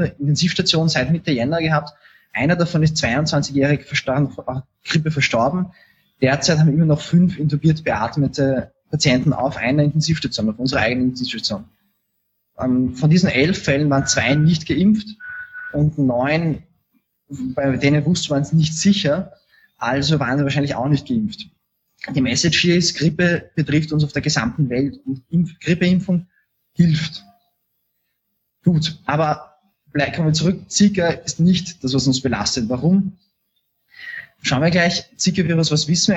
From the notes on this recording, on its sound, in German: Auf der französischen Insel «Martinique» in der Karibik. Via Live-Schaltung.